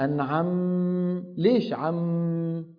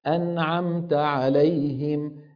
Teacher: الميم بتأخذ حظها من الزمن كحرف بين الرخو والشديد · Shown in: second take · كما تقدم معنا في الدورة الماضية أن الحروف لين عمر السواكن لها حظ من الزمن أقل من الحروف الرخوة وأطول من الحروف الشديدة.